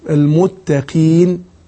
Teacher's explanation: القاف مكسورة تأخذ أدنى درجات التفخيم